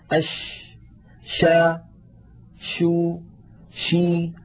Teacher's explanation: إذا قالوا التفشي فإنما يعنون انتشار الريح في الفم عند النطق بحرف التفشي